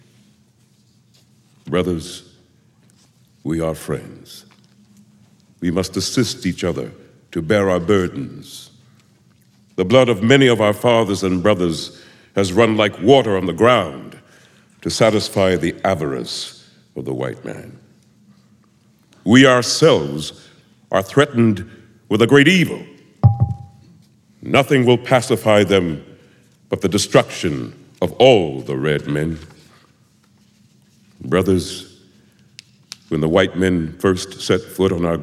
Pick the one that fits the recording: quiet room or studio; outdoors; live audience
live audience